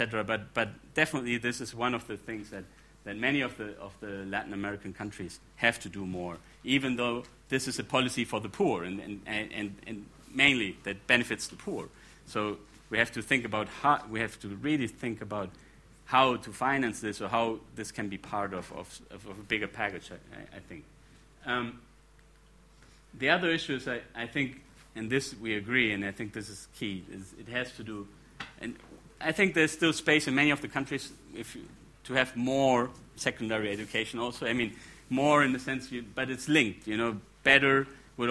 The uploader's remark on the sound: gives the second talk in the fourth plenary of the The Emerging Middle Class in Latin America: Causes, Challenges and Opportunities conference.